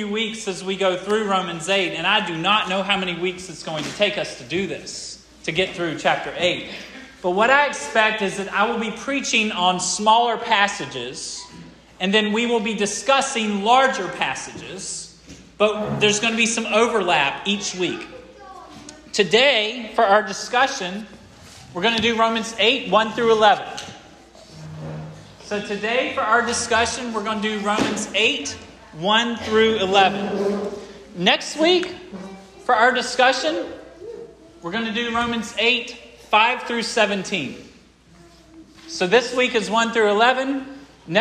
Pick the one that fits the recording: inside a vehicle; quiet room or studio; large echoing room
large echoing room